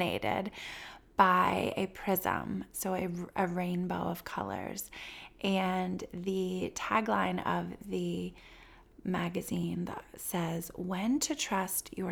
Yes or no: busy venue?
no